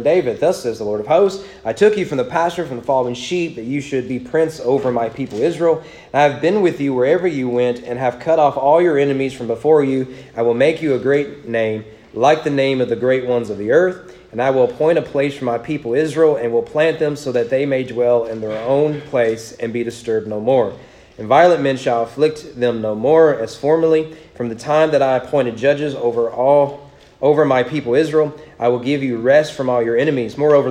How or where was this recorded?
large echoing room